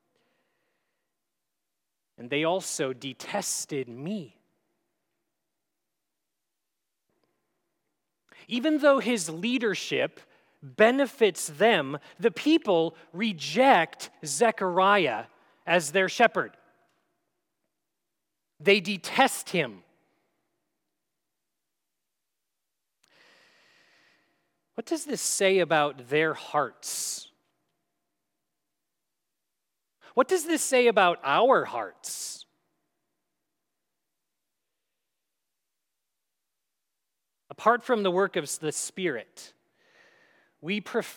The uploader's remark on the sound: at Grace City Church in Fargo, North Dakota